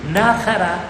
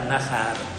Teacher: Nahara è la forma primitiva, originaria, poi diventa, cade l'ultima A e allora l'accento si sposta, diventa Nahar.